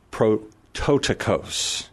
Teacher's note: So the accent is the third syllable back.